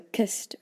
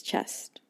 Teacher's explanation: Words derived from Old Norse often retained a hard K sound, whereas English words developed a CH, a CH sound instead. So kist versus chest.